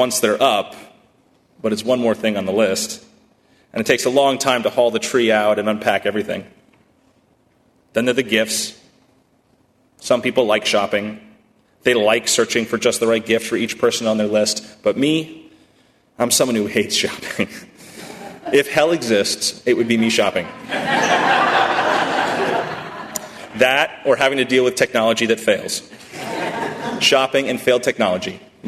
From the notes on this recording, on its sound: at First Congregational Church of Houston on December 9, 2018